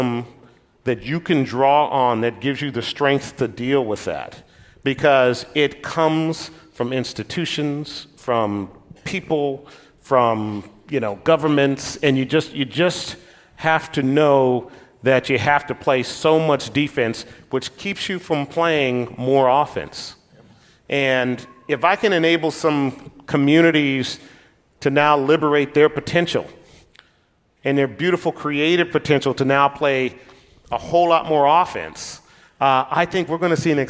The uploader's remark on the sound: LIVE! Recorded live at Summit LA.